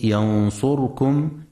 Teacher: في كلمة ينصركم ينتبه القارئ لسكون الراء وعدم فتحها